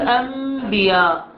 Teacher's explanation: تقلب النون إلى أقرب حرف مغن إلى الباء · Term: الإقلاب